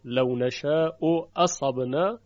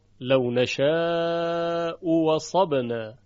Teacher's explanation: و همینطور بیان شد که اگر همزه اولی مضموم باشه در دو کلمه البته و همزه دوم مفتوح، لو نشاء اصبنا، همزه دوم تبدیل به واو خالص میشه · Shown in: second take · لو نشاء وصبنا.